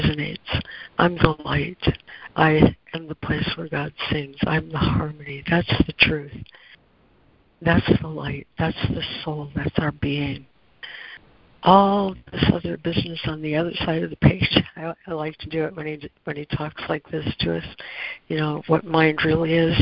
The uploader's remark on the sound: ACIM Daily Conference Call.